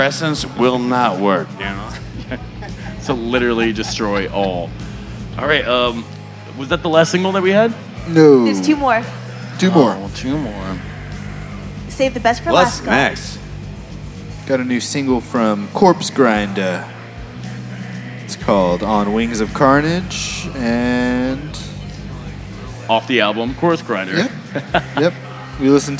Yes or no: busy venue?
yes